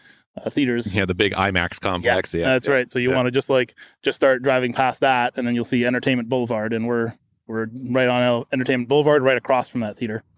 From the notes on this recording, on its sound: Recorded in a park in Vancouver, BC